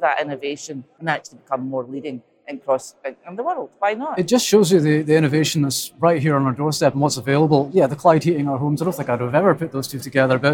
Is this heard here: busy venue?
yes